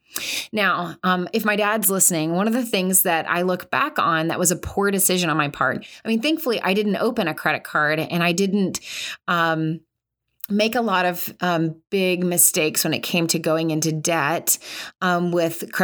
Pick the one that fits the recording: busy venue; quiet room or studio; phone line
quiet room or studio